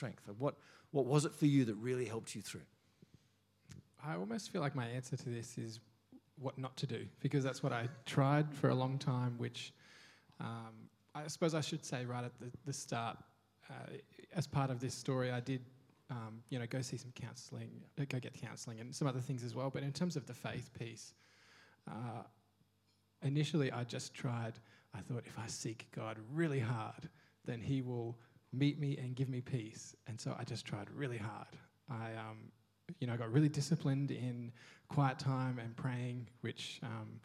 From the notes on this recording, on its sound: First preached in C3 Bathurst on 29 October 2023. We are joined by a panel to share their personal experience of trials.